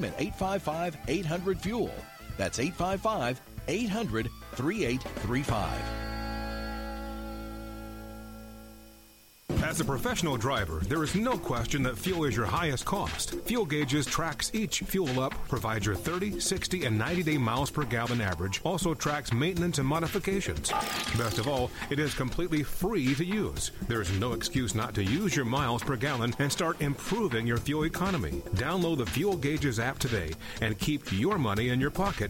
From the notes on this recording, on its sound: Call in Question and Answer Show